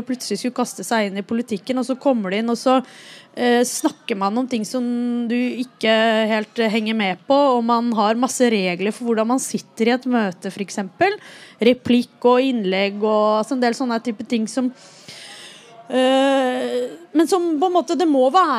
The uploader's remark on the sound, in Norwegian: Innspilt live i biblioteket på Tøyengata Bodega.